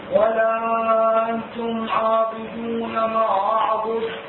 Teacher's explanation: نون ساكنة إجا بعدها حرف التاء صار عندنا هنا صار عندنا إخفاء. زين الإخفاء مو بغنة.